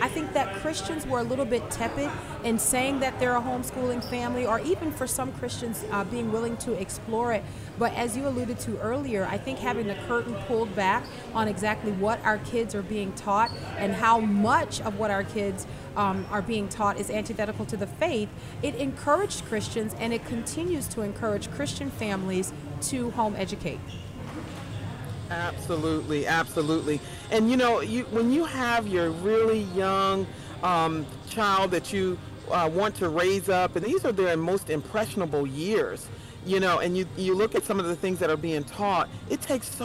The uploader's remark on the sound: LIVE from the Creation Museum